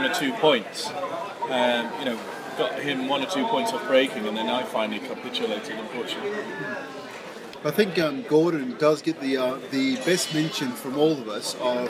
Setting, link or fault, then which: setting, outdoors